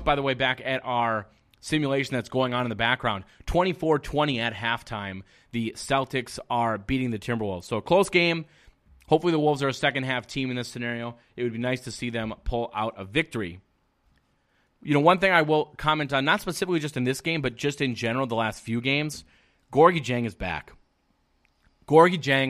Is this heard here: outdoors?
no